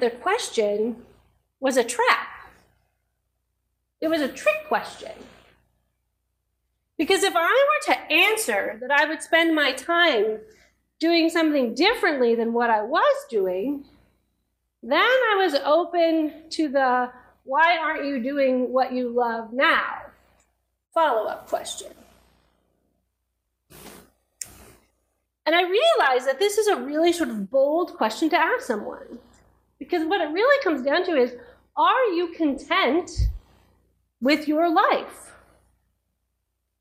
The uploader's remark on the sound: Each weekly podcast episode is a live recording from our church in San Jose, California of the Gospel reading followed by an Episcopal Sermon based on that reading.